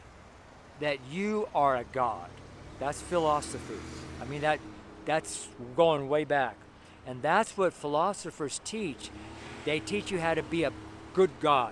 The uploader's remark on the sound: Street Sermon preached from Louisville, Colorado